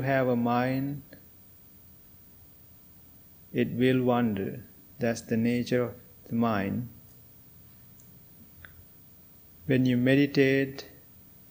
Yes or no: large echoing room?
yes